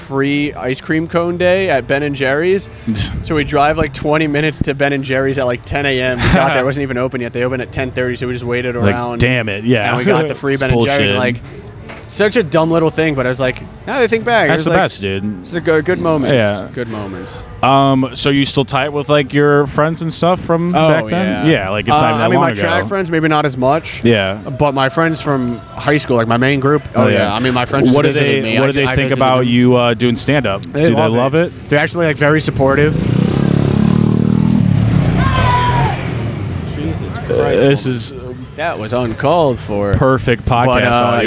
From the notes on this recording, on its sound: recorded outside the free comedy showcase at Max's Taphouse August 28th, 2022